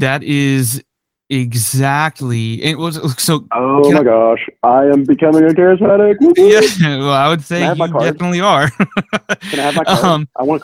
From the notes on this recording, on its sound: had an impromptu phone conversation